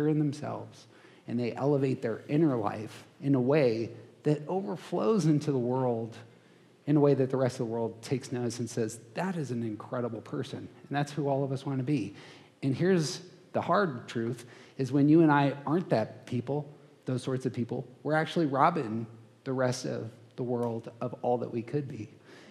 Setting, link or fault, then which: setting, live audience